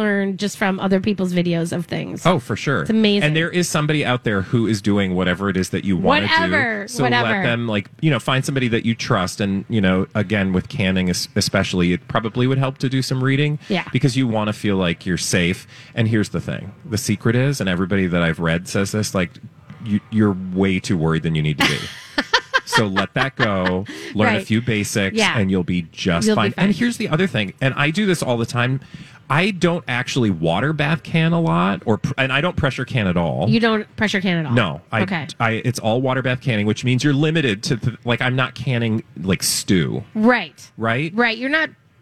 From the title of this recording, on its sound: LIVE at the Fair